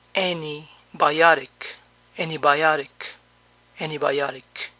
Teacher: A veces la primera T no se pronuncia